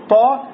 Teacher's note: Муфахам. Широкий полный звук. Значит, нельзя сказать «басато», «басато».